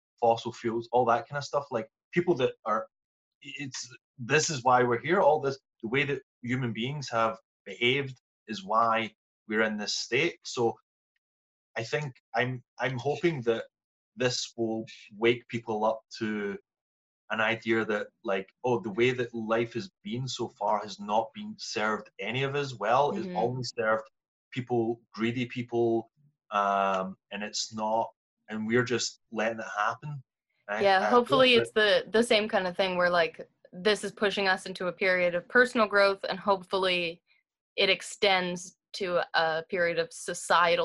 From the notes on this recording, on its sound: reunite over zoom